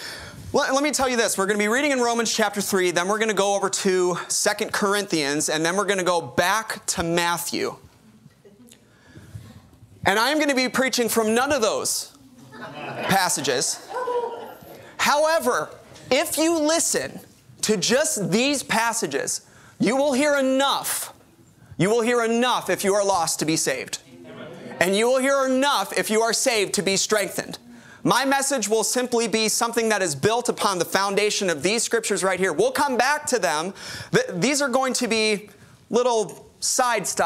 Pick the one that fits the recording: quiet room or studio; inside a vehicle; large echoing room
large echoing room